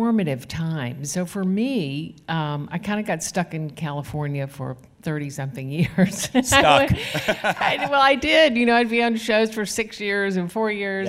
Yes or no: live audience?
yes